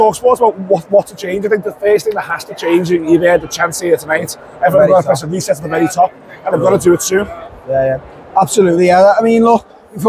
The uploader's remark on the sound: Live from Goodison Park